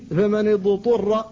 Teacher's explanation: أن تظهر الضاد قبل الطاء إذا سكنت، فإن كثيرا من الناس يدغمها فيها، فلا بد من الفك حتى تظهر.